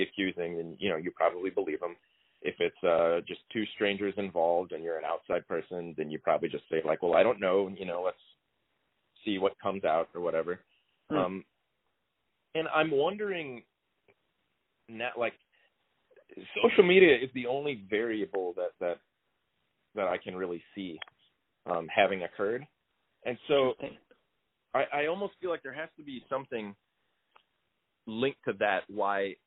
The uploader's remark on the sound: I used a piece of technology that's new to me which is a telephone call recorder, so the quality's a little lower than usual (a few hiccups especially in the second half) and it ends abruptly. The trade off is that I can broaden the scope of the podcast to outside just the area where I live.